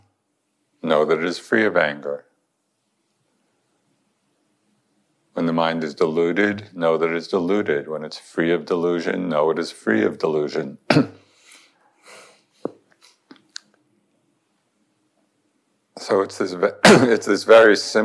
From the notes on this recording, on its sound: In this recording from the Insight Meditation Society